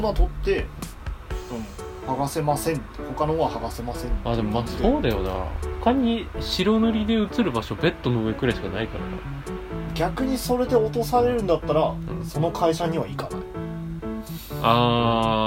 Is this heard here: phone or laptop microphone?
yes